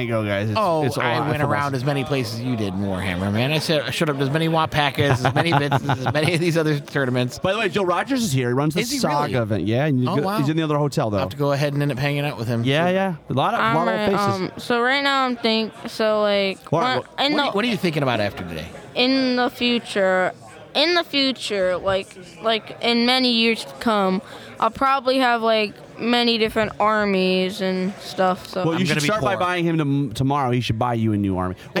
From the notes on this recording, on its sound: Counter Charge continues our on-site Adepticon coverage.